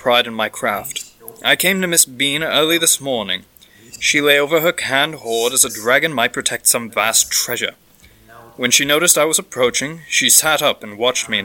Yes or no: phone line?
no